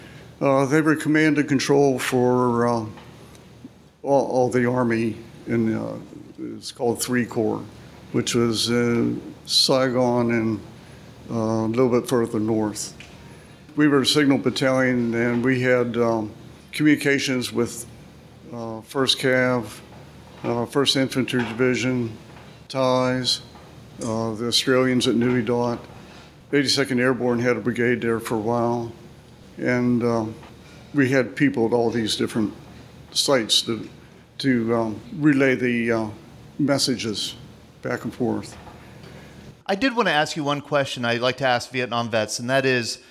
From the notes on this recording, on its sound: Listen to the stories and voices of local veterans recorded live on June 28, 2016 at Christ United Methodist Church in Bethel Park, Pennsylvania.